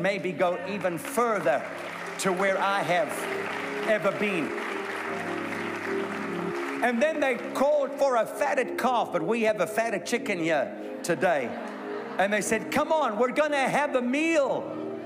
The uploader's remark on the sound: A sermon recorded live at the Durban Christian Centre.